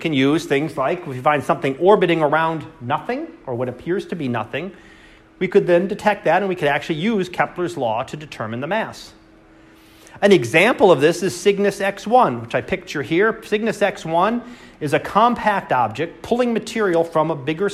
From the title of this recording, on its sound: Live Class Lecture